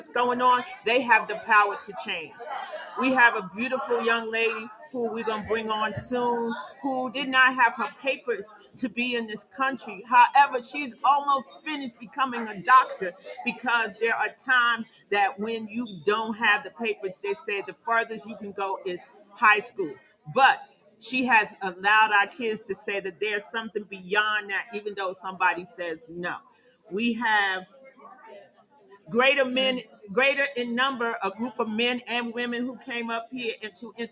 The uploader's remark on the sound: We are sharing the live recording from our 2022 Youth Symposium.